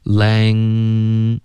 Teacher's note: 定义舌头吧。OK、所以我们发一个呢 OK，就是比如 no 的这个呢的音，你的舌尖会顶着上颚，对吧？No，好，那反过来，比如我们发一个嗯的这个音，这个嗯结尾的嗯的音呢，是要求你的舌头后部分稍微有一点动作，要么是使劲一点，要么是顶上去一点，怎么样都肯定是就是喉咙那块是需要有一点动作，你才能发一个嗯的音出来。也许你没有注意到。可是你发一个嗯的音呢，就是你的舌根的部分那个位置呢有一个动作在封住气流，只能从鼻腔出来而不会从口腔出来。这两个鼻音呢 N 第一个的 N 呢就是舌尖顶上颚，那，然后这样封住我们的气流，让它从鼻腔出来。然后这个后鼻音的这个嗯的这个嗯，也就是靠后一点，是一个舌根的一个动作。这个音封住的时候呢，嗯，比如 lang，这个时候如果我想要再从口腔就是刻意的送一点气出来呢，这个就会被这个封住的动作呢就会爆，OK，因为它本来是顶住这个气流，让它从鼻腔出来，现在我从口腔就是稍微用力一点的送出来，它就会